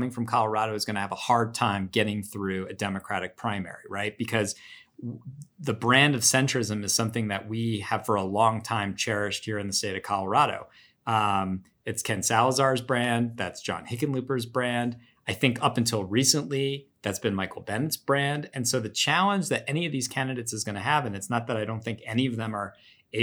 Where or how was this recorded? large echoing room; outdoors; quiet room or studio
quiet room or studio